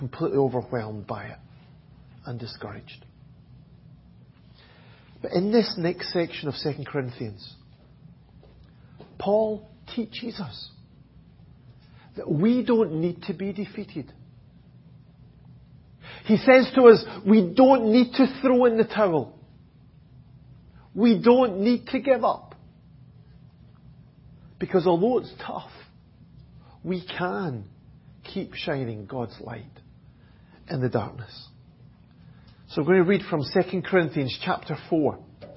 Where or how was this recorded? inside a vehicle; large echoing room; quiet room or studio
large echoing room